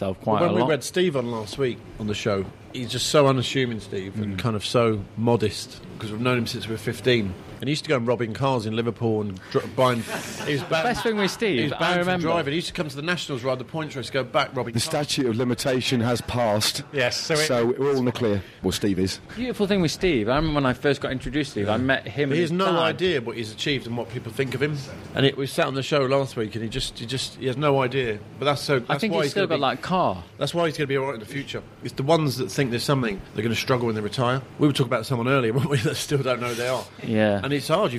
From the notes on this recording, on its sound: Live from Harrogate. At the World Championships in Yorkshire. Takes questions from our live audience.